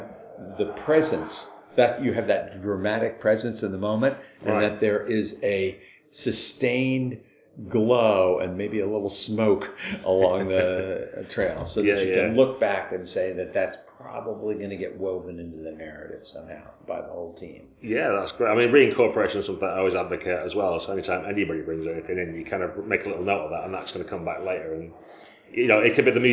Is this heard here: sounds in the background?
yes